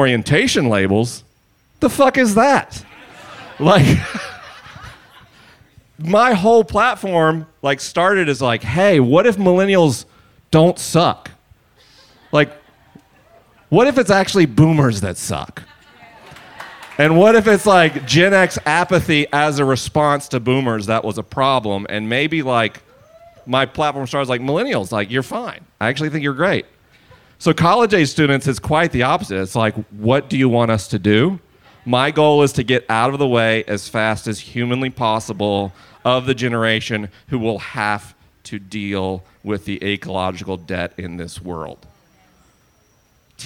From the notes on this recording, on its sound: This is a live episode recorded at the Wild Goose Festival 2019.